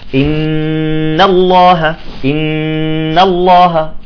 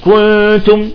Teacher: زمن النون المشددة أكثر من زمن الإخفاء